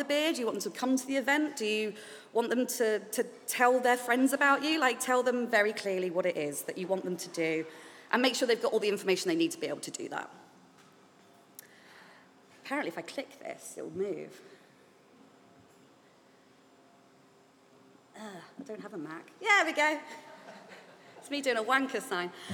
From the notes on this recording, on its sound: recorded at Wiper and True’s Old Market taproom last week